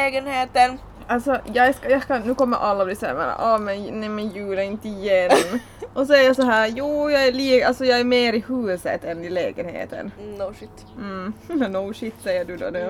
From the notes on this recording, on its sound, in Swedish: Vi ber om ursäkt för allt smaskande. Pratar precis som vi sku göra med eller utan micken emellan oss. Pool under inspelningen eftersom det är otroligt varmt.